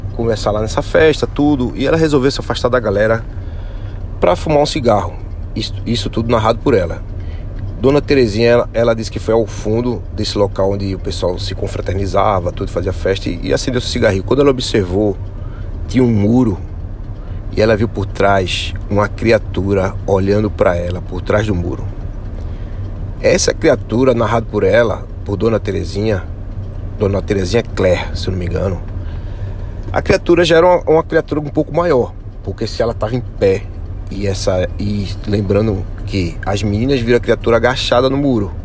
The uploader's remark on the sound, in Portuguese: Episódio narrativo gravado com o celular IPhone XR .